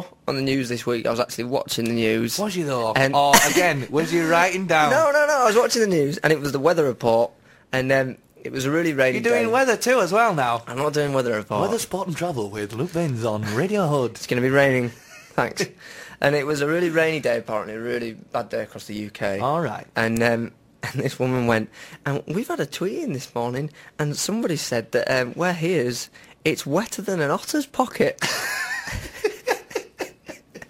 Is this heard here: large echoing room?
no